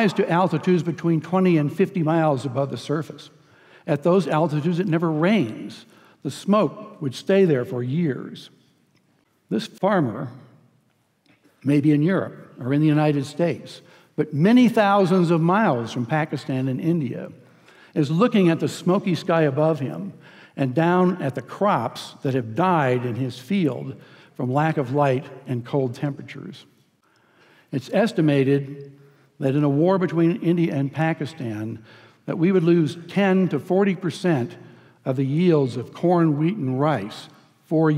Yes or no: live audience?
yes